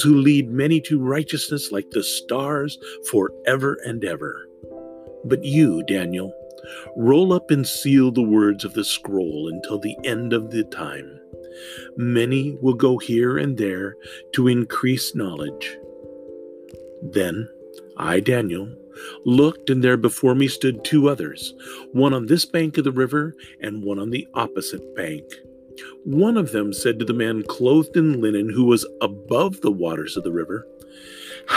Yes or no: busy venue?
no